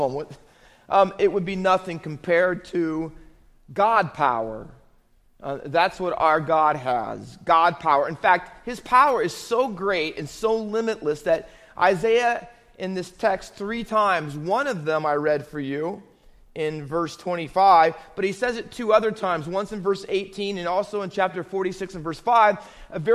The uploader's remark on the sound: Faith Baptist Church in Hamilton, NJ.